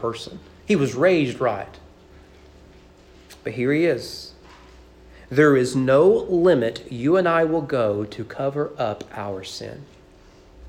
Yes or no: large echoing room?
yes